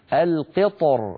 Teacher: فيفخم الطاء ثم مباشرة وأيضا يفخم الراء لأن الحالة الأولى التفخيم القطر، فيجمع بين مفخمين القطر باللطف من غير تكلف.